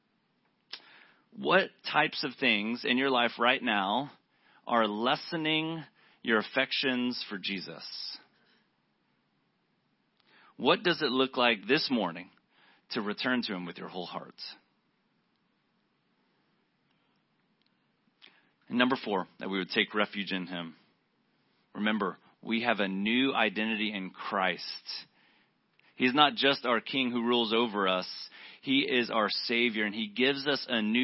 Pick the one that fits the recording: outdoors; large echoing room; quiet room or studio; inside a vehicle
large echoing room